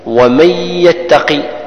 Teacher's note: ومن يتقي النون الساكنة جاء بعدها حرف الياء، ليس بإقلام، إدغام ناقص بغنة قدر حركتين